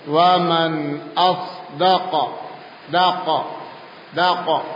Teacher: qafnya dipantulkan tetapi bibirnya jangan dimajukan